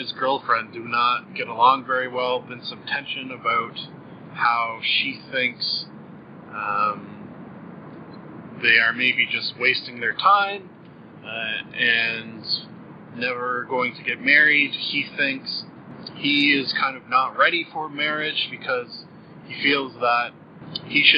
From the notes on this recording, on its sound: First off apologies for the audio quality! Still working out the bugs a bit with this new system. I have fixed the audio problem that was not playing the first 1/2 of the episode.